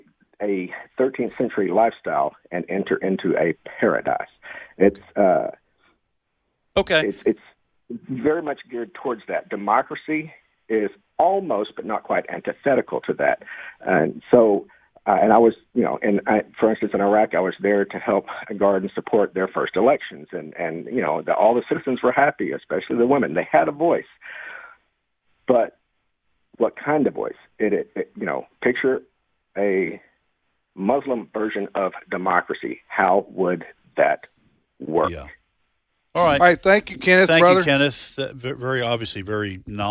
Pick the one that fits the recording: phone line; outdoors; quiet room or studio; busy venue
phone line